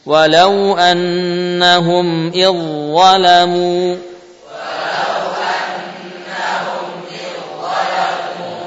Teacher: idghamnya dengan idgham kamil sehingga langsung dha yang terbaca, dalnya hilang, idzalamu langsung tebal.